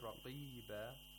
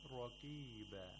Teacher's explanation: The qaf was pronounced with the lowest level of tafkhim. · Shown in: second take · If you say raqiba, that's incorrect.